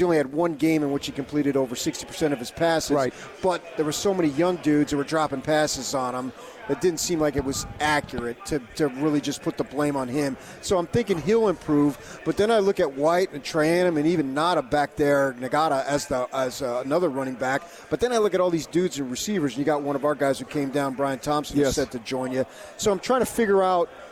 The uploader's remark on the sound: LIVE from Pac-12 Media Day in Los Angeles, CA